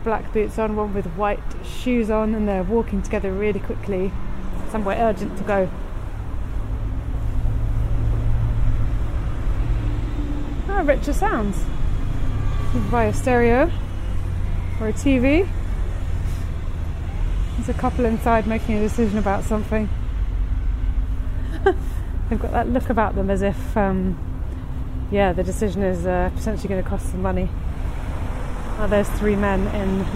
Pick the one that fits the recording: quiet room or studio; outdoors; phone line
outdoors